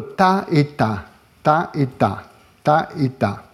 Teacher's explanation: C'est le contraste entre un tas euh, dental où la pointe de la langue touche les dents ou les alvéoles et ta où la pointe de la langue est, on appelle ça rétroflexe, est un tout petit peu en arrière